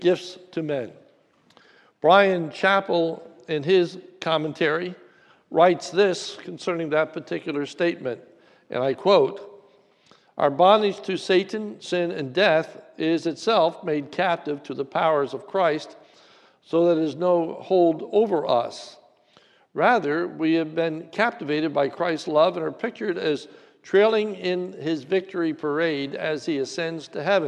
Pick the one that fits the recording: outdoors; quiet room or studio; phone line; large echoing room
large echoing room